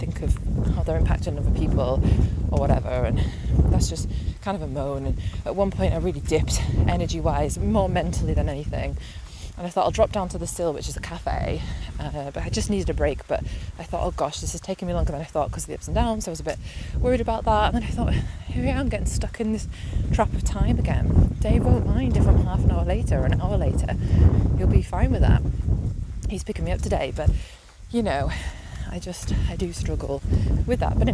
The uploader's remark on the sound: a series of voice notes that I recorded whilst walking the 84 mile-long Hadrian’s Wall route, from west to east over 5 days